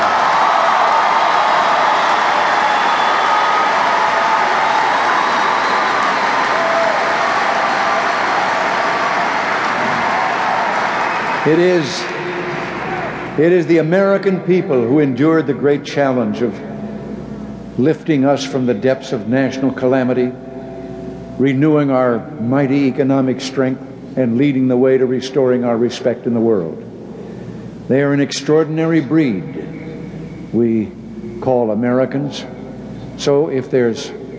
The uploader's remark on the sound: Farewell Address at the Republican National Convention. Format: Original Recording.